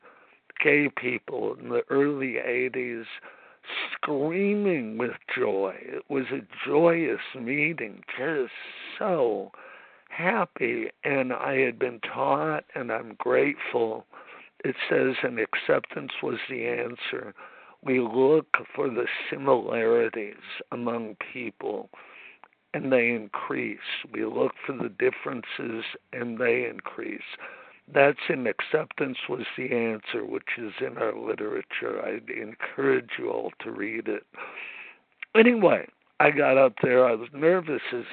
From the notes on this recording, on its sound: 100 Pounders Phone Meeting.